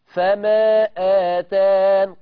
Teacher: قصرت المنفصل ووقفت بالحذف